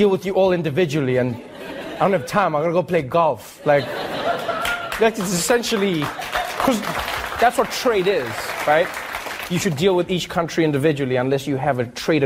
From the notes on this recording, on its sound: interact with the audience when The Daily Show cuts to commercial